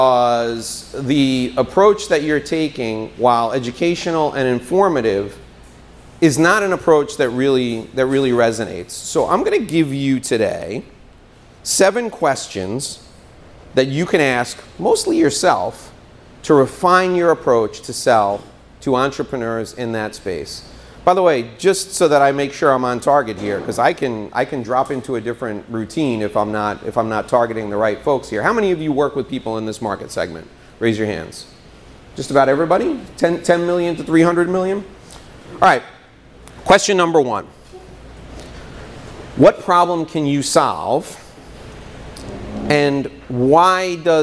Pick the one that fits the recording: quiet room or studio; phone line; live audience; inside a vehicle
live audience